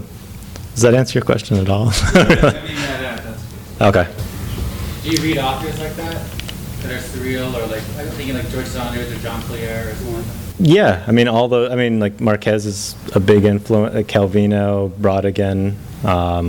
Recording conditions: live audience